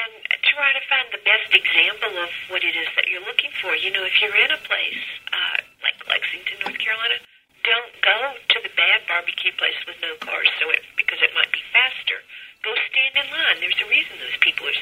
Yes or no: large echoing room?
no